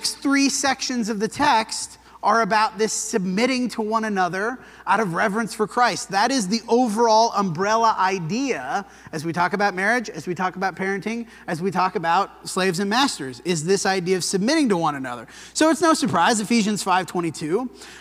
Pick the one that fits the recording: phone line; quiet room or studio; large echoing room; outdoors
large echoing room